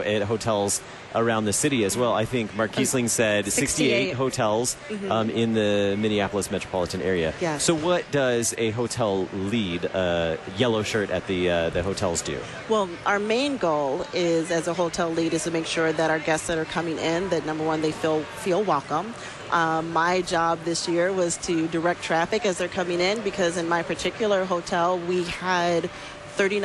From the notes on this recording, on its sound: Live from the 2019 LCMS National Youth Gathering. Community Life Builder for the 2019 NYG in Minneapolis, Minnesota.